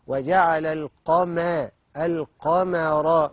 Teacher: كلمة القمر لما تجيب لك في القرآن من أول لآخره هتفخم القاف وترقق الميم